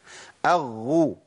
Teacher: عارفين شايفين بعمل ايه؟ انا بضغط على مخرج الحرف وامنع عنه النفس